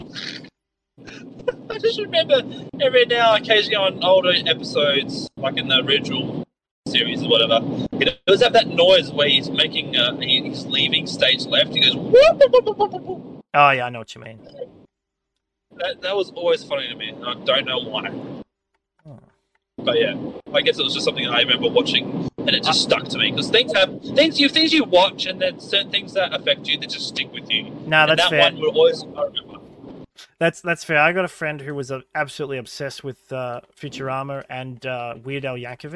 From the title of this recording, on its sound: Car Edition